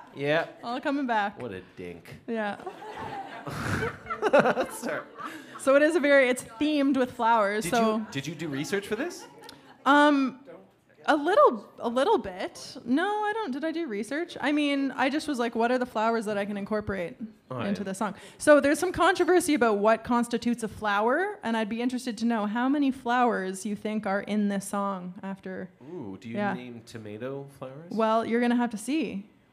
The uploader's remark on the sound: Recorded live on stage at The Union Street in Berwick, Nova Scotia.